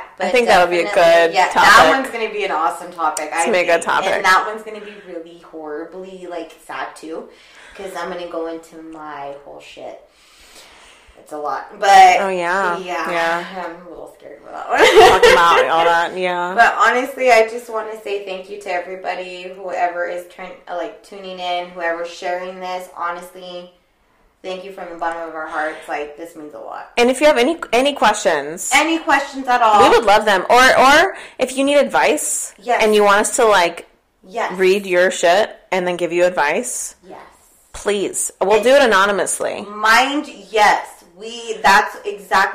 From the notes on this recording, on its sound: We know the audio is a little rough on this one, bear with us!